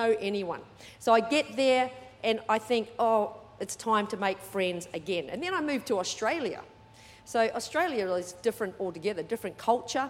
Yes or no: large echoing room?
yes